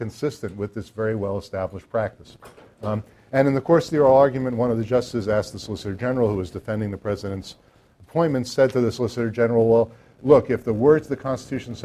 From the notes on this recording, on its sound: This talk was recorded on February 26, 2014, as part of the Chicago's Best Ideas Lecture Series